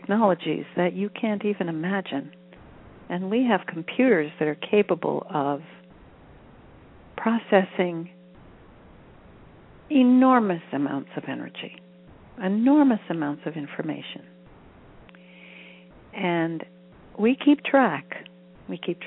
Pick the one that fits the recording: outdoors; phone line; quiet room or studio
phone line